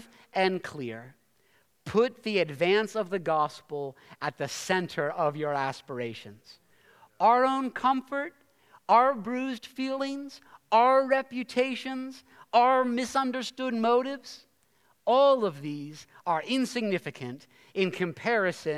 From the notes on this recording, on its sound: preached this sermon at Covenant Fellowship Church on March 12, 2023.